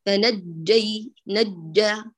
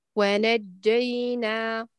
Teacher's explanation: انتبهي لآلية النطق بالجيم، واقرأي بها خالصة لا شائبة للياء فيها · Shown in: second take · Term: جيم خالصة